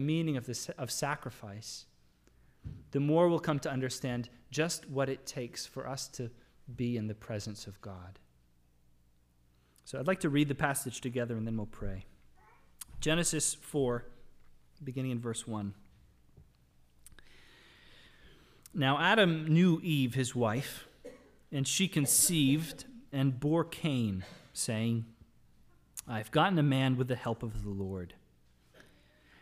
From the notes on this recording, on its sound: Sermon audio from the LBC worship service